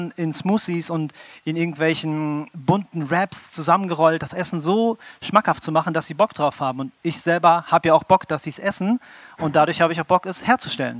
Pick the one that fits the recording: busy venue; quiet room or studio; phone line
busy venue